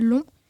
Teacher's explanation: une consonne liquide suivie d'une voyelle nasale